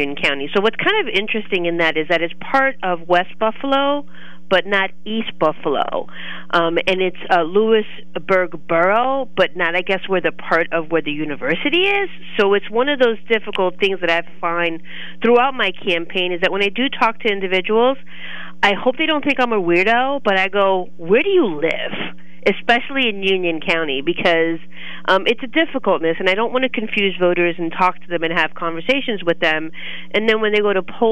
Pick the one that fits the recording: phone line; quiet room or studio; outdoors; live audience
phone line